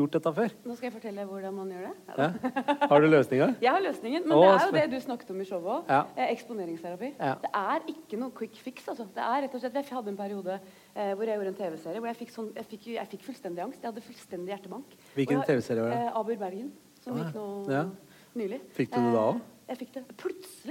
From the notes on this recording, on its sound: Live fra Vinterlysfestivalen i Mo i Rana.